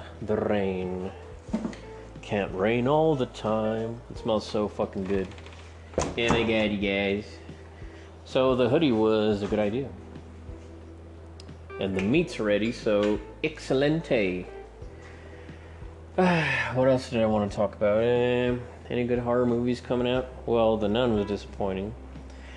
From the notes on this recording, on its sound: I'm recording this one on the fly, on my cell phone, after work, as I prepare dinner. I also capture the beautiful sounds of rain.